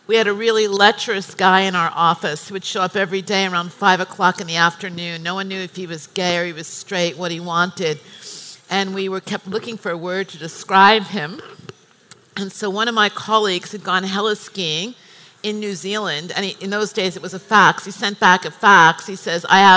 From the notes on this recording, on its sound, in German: live vom Emotion Women´s Day 2019